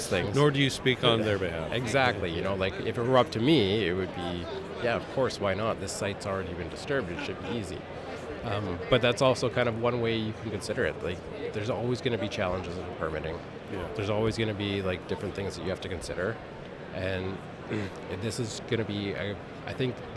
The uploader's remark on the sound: We wrap up Day 3 at the Roundup Conference in Vancouver with two important conversations.